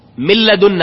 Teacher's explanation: تنتقل من كسرة الميم إلى لام مشددة خلاص، يعني أننا قلبنا الميم لاما فأصبح عندنا لامين، لام ساكنة ولام متحركة، فأدخلت اللام في الميم فأصبحت لام مشددة.